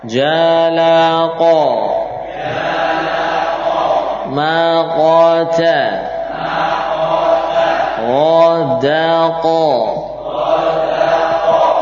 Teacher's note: huruf qaf termasuk huruf isti'la. Suara yang dihasilkan darinya adalah suara tebal.